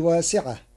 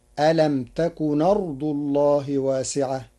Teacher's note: قرأ ورش ألم تكن أرض الله بنقل حركة الهمز إلى الساكن قبلها فتصير ألم تكن أرض الله واسعة للتخفيف.